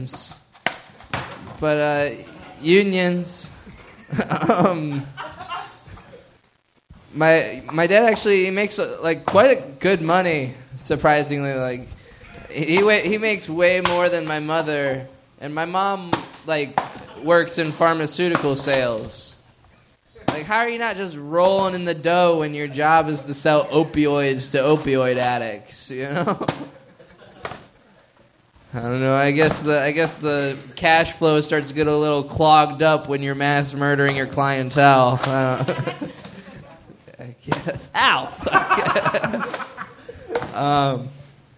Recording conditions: live audience